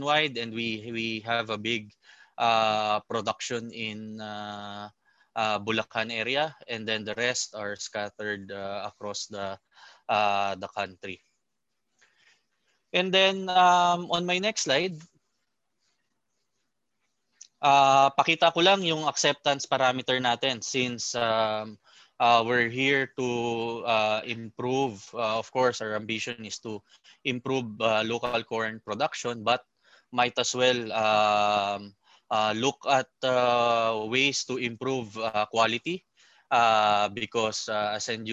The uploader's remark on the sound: In this webinar